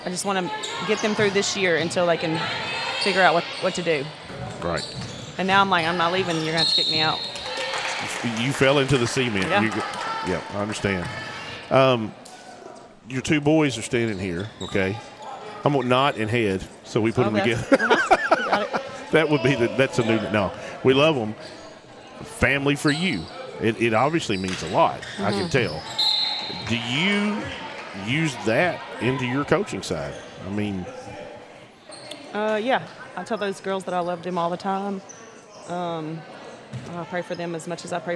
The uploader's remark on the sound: Recorded 2-2-2024 at MAIS Class 3A-District 1 Semi Finals